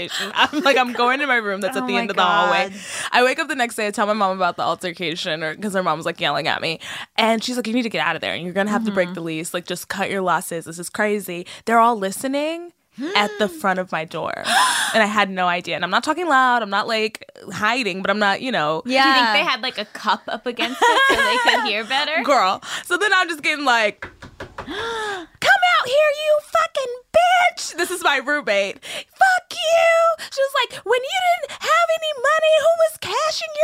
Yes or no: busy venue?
no